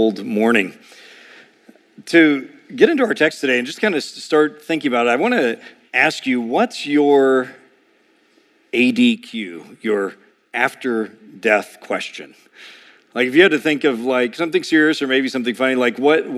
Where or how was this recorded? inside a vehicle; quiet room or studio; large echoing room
large echoing room